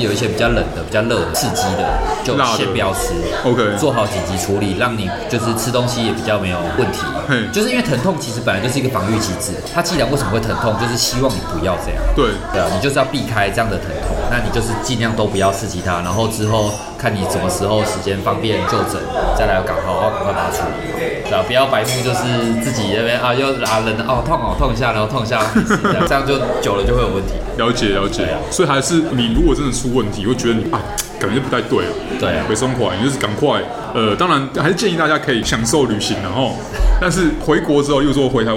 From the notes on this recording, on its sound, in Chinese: 本集白噪音指數：微風級 2/5。錄音地點： 齊客咖啡 The Gathering Cafe。